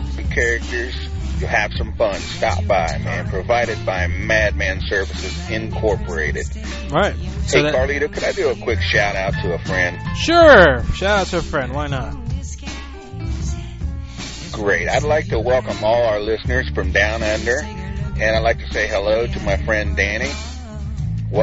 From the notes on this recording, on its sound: Prank Phone Calls Collection